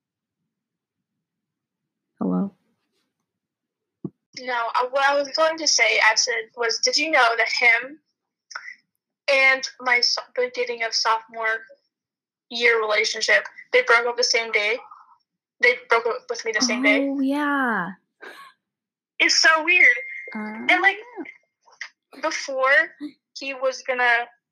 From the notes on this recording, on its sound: Audio issues because these are recorded over a facetime call due to the pandemic.